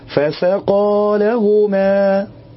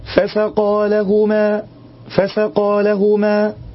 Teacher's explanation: بدل ما يقول فسقى بحركتين تلاقيه كأنه بيقرأ قاف مفتوحة · Term: مد طبيعي